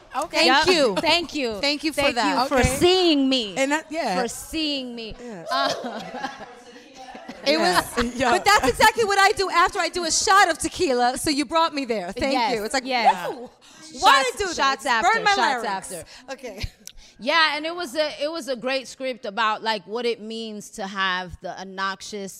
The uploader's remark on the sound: for our first ever LOL in LA live episode